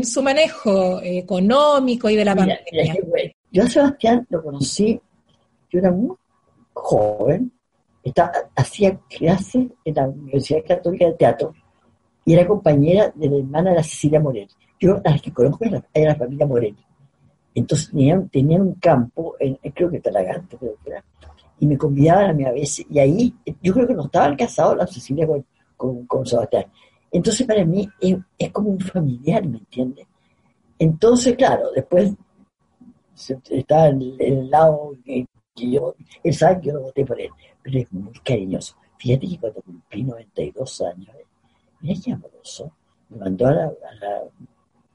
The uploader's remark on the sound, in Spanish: Esta es una conversación pandémica. Nada más ni nada menos que a través de zoom.